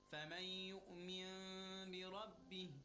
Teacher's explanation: But in this case, we are somewhere between noon and meme. We have the ghunna, the nasal sound, and a little bit of a stretch, but the meme is not complete. We kind of halfway close the lips. · Term: Iqlab